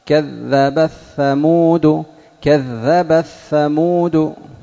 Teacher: كذب الثمود أدغمها لأن التاء والثاء كلتاهما مهموسة ومتقاربان فأدغم التاء في الثاء